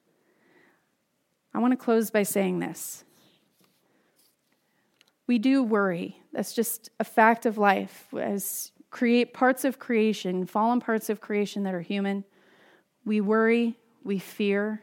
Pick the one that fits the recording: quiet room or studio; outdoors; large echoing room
large echoing room